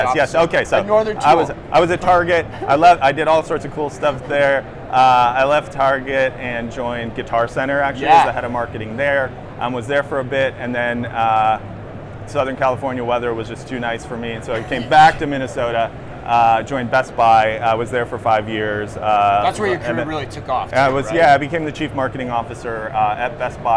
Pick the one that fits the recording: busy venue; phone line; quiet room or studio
busy venue